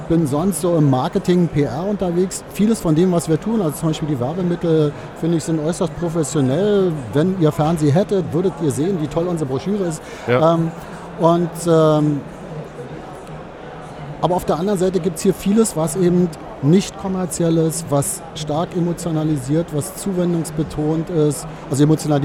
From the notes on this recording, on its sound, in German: live im Radio auf dem Kirchentag